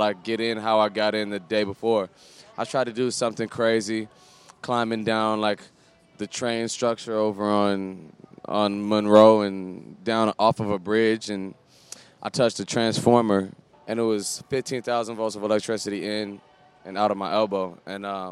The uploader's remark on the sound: hosts live from Lollapalooza 2014 alongside Billboard